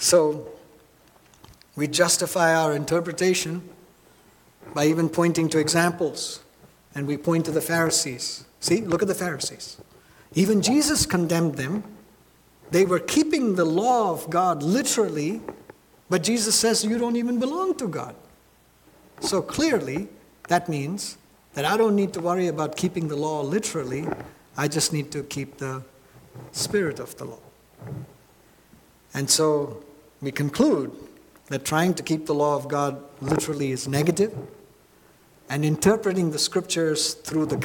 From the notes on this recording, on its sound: at New Life Fellowship Church, Concord, NC, on Sunday, April 30, 2023